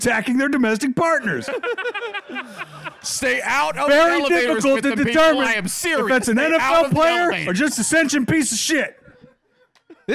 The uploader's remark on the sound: Live from Founders Day 2023